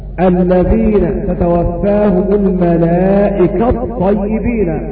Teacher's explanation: أضغمنا التاء في الطاء